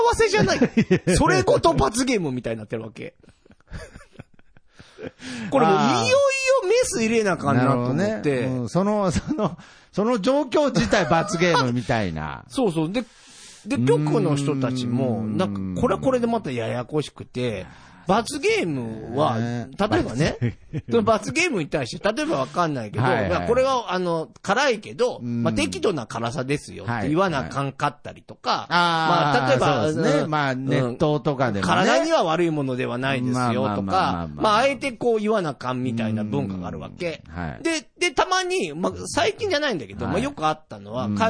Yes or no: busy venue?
no